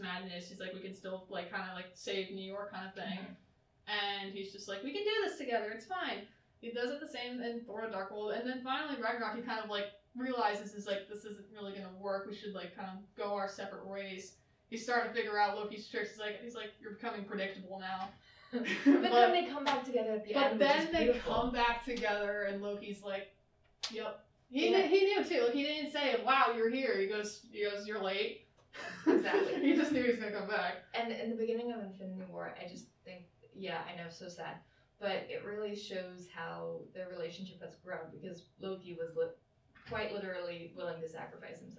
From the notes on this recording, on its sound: We did have a few technical difficulties with the audio of this episode.